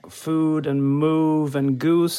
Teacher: the oo vowel in words like food and move and goose is fronted